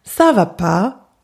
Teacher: kind of a roller coaster because it goes up and then down